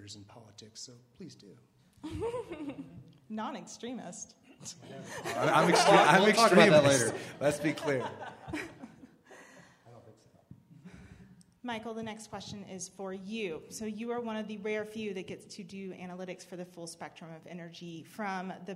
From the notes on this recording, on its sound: This Panel Event was hosted at Well Data Labs on 11.